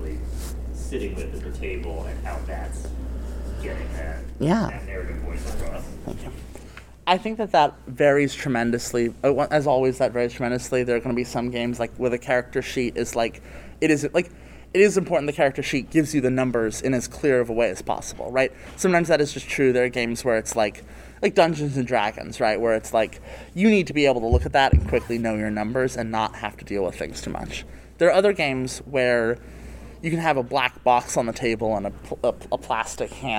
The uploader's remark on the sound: Recorded at Metatopia 2023